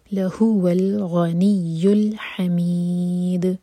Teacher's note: لَهُوَ الْغَنِيُّ الْحَمِيدُ، غین heavy اور حمید دال پر قلقلہ کر کے رکا جائے گا. می چار حرکہ لمبا ہوگا، مد عارض للسکون.